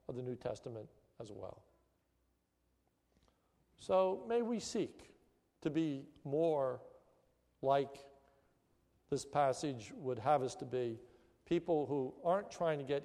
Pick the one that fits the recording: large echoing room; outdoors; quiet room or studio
large echoing room